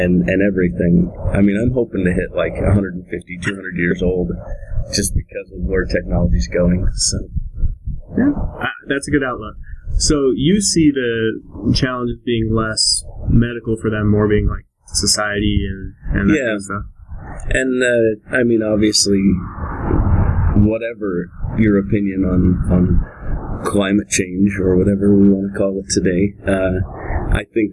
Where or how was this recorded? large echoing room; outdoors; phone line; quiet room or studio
outdoors